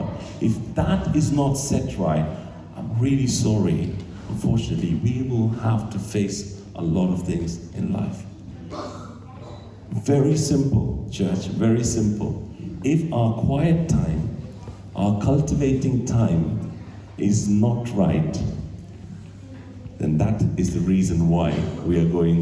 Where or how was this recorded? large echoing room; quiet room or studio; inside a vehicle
large echoing room